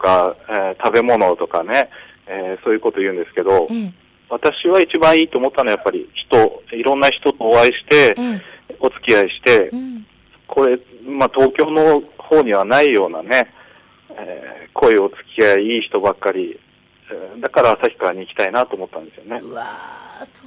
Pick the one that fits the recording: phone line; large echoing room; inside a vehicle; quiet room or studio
phone line